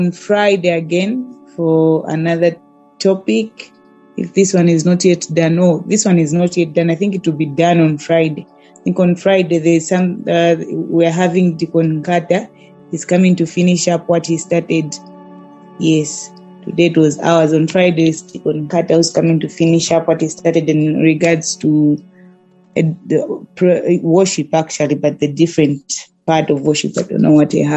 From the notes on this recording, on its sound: Youth zoom meeting.